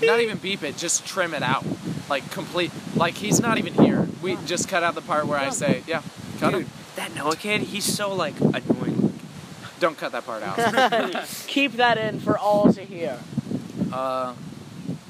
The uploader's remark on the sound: Sorry about the wind.